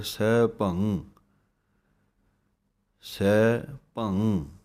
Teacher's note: ਸਹਿ ਭੰਗ, ਪੱਬੇ ਦੇ ਉੱਤੇ ਟਿੱਪੀ, ਨੱਕ ਵਿੱਚ ਆਵਾਜ਼ ਆਉਣੀ ਚਾਹੀਦੀ ਹੈ, ਕਿਉਂਕਿ ਇਹ ਨਾਸਕੀ ਉਚਾਰਨ ਹੈ